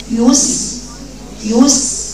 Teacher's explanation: يس، شوف السين الساكنه، شوف الكلمه دي بقراها ازاي، بقرا ياء مضمومه، يو، واجي على سين ساكنه بدخل شفايفي، يس في عصافير، رخاوه، جريان صوت في السين